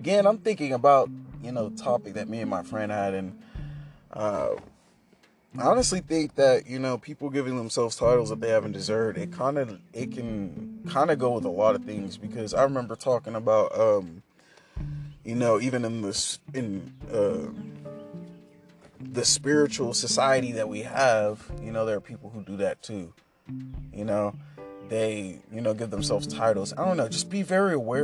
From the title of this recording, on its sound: In the car thoughts